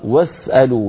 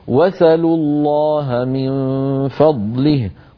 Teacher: بواو مفتوحة بعدها سين ساكنة · Shown in: first take · وتقدير الكلام اسألوا، يعني بهمزة وسط في أولها لم تكتب في الخط.